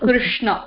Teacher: cerebral should be pronounced like you have to roll your tongue. It should touch the tip or roof of the mouth. · Term: cerebral na